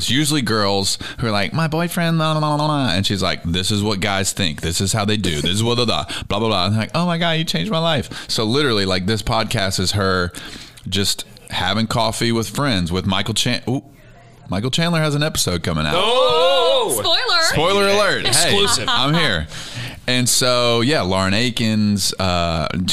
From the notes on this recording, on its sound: A "radio row" like experience.